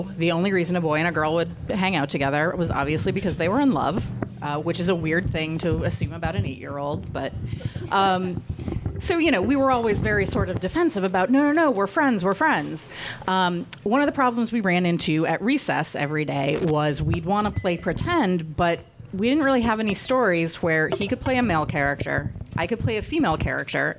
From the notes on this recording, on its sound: Boston SciFilm Fest Panel. This episode of the podcast was recorded live at Orleans Restaurant in Davis Square as part of the 44th Annual Boston SciFi Film Festival .